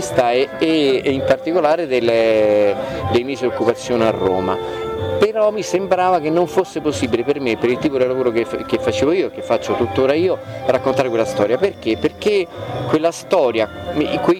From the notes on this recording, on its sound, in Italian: Nella prima parte abbiamo ascoltato l'intervista registrata durante la prima serata di Antiche Mura Teatro Festival di Cittadella. Nella seconda parte abbiamo ascoltato l'intervista registrata a Segusino.